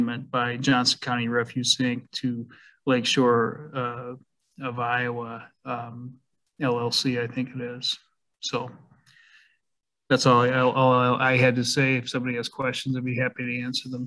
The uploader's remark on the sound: was held on Zoom due to the pandemic